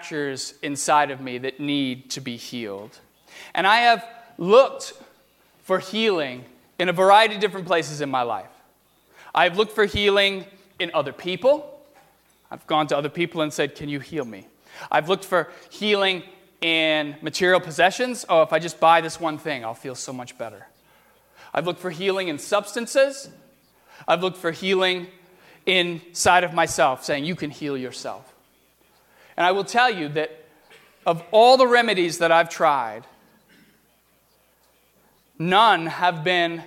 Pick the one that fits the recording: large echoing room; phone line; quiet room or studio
large echoing room